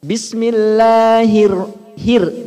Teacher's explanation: Setelahnya rohnya fathah. Walaupun roh fathah ini harusnya tebal, tapi karena didahului kasroh jadi tipis.